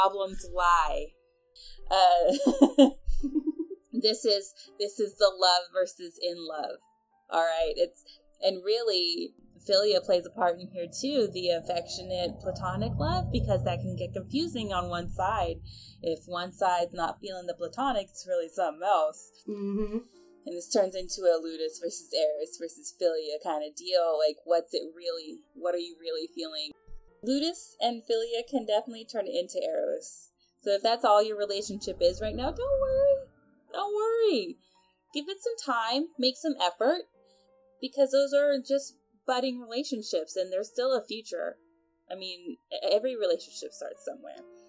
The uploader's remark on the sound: This episode was edited with no experience, and may be reflected in the audio quality.